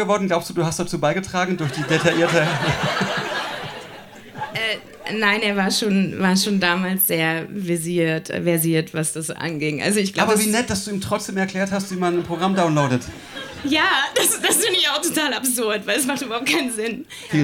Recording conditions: live audience